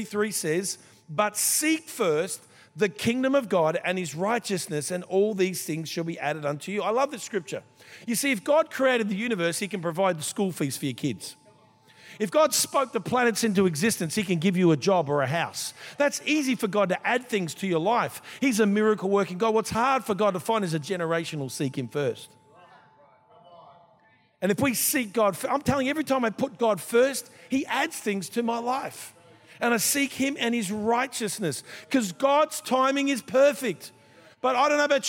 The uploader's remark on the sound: This was recorded in our 5pm service